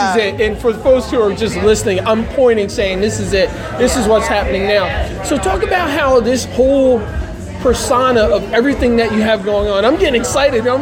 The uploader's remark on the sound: Lancaster Roots and Blues Festival '17. During the Lancaster Roots and Blues Festival 2017.